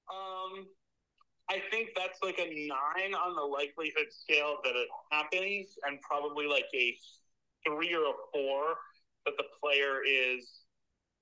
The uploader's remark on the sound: a live phone call